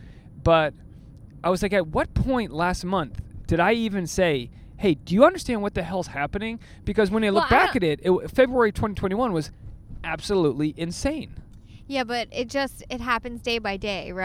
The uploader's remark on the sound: a carcast episode